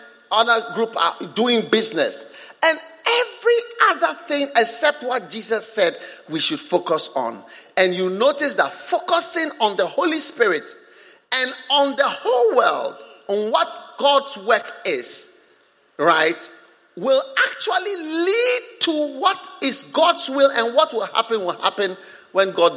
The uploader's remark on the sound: Preached at the First Love Center, Accra.